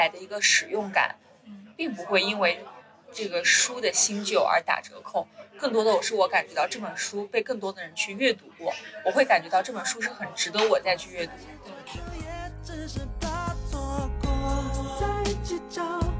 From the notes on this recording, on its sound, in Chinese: 这期因为时间紧迫，我们仓促地在一家咖啡馆录音。所以...有觥筹交错的乒乒乓乓声，有隔壁桌的八卦声等无法避免地嘈杂声。